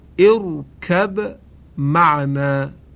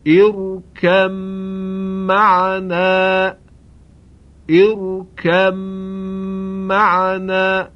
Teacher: ادغام بای ساکن در میم · Shown in: second take · مانند ارکب معنا، که در صورت ادغام خوانده می شود ارکم معنا ارکم معنا.